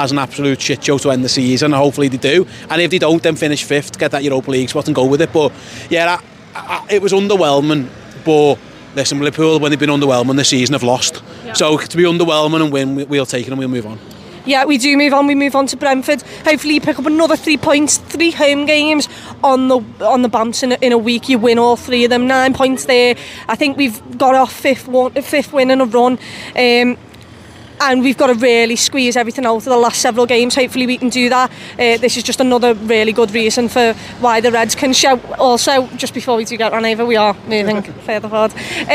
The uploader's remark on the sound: Fan Cam. Outside Anfield chatting to some happy Liverpool fans.